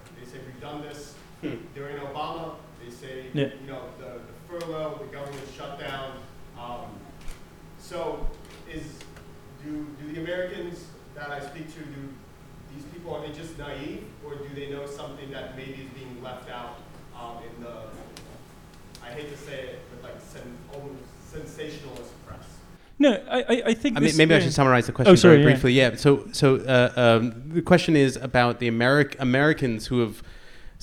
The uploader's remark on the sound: Live From Berlin. This episode is a recording of a live show. At the Prachtwerk in Berlin.